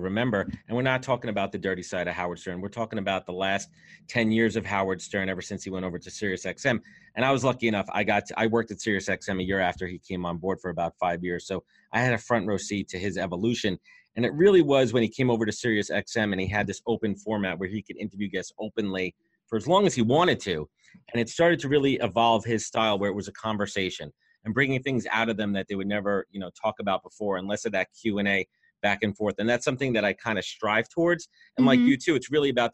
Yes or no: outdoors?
no